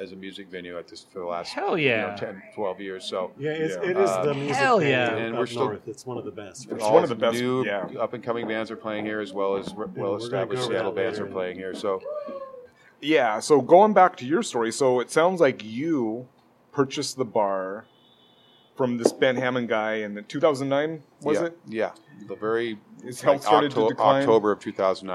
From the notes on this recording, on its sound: Recorded live at Darrell's Tavern on so-seedy-we-love-it Aurora Ave. Darrell's embraces the dive bar ethos and proclaims it's "where your dad used to drink."